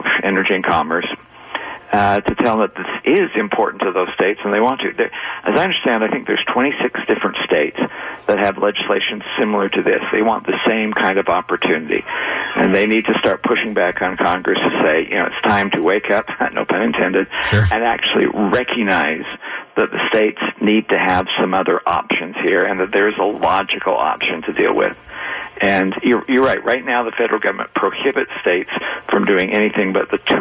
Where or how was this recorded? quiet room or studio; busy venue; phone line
phone line